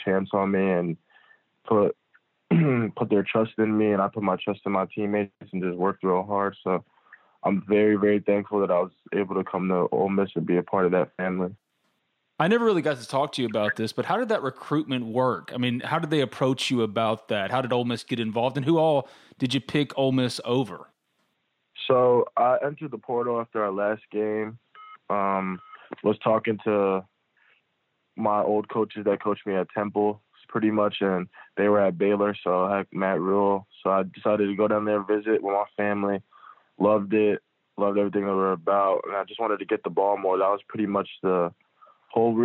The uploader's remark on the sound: on the Modern Woodmen phone line